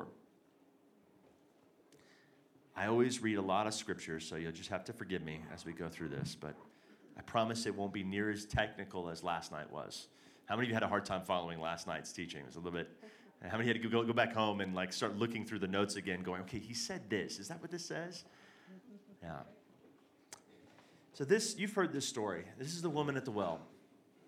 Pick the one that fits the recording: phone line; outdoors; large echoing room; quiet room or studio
large echoing room